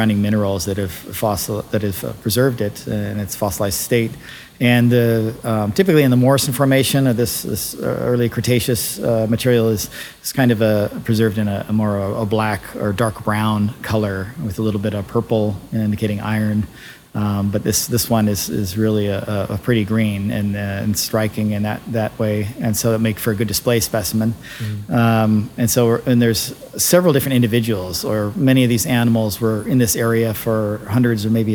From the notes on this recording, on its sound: go on location to Natural History Museum Los Angeles and record live inside the Dino Lab for all visitors passing by to see